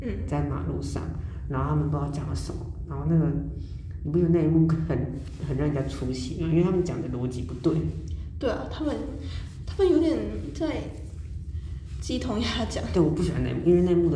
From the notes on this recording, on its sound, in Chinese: 回音較大，請見諒